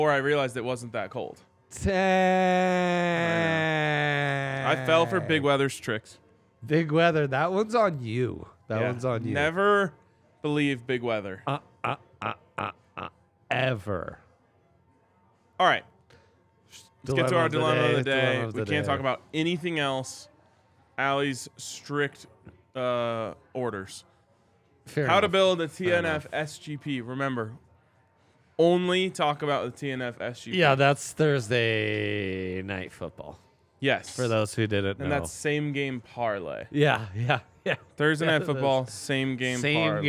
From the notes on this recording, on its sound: LIVE from the DNVR Bar